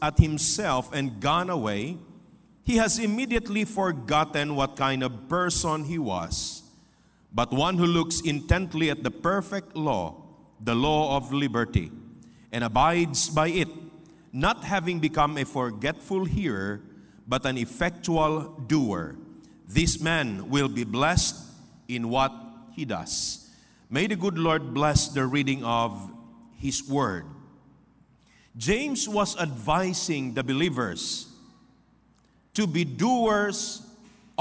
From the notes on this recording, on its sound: This podcast was recorded live last June 18, 2023 at Zamboanga City Alliance Evangelical Church.